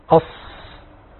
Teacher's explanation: فحرف الصاد يعني ليس فيه ضم شفتين ابدا، ليس فيه ضم شفه.